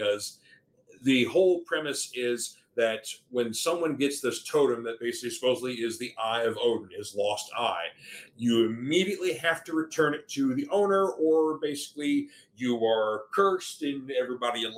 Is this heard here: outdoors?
no